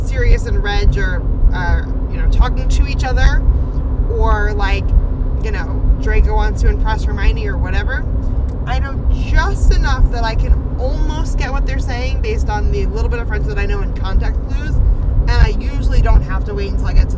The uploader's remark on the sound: Car-cast (On The Road Home From New England Wizard Fest). In another chaotic episode from the car (with more driving interjections).